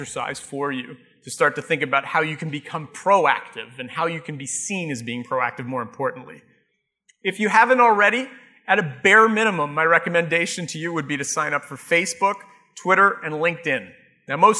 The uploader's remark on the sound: Live Broadcast at the The IPBC IGNITE Conference.